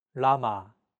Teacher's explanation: This sound is actually somewhere between an L and an R sound. When pronouncing this sound, your tongue should strike the gum ridge behind your upper teeth in a quick, rapid motion. · Term: consonant ㄹ